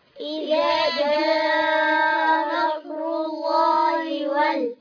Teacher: ألف وسط في وسط الكلام لا ينطق، لام قمرية مظهرة